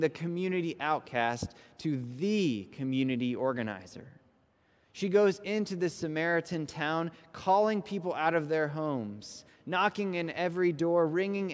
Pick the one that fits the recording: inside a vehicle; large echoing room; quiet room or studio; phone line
large echoing room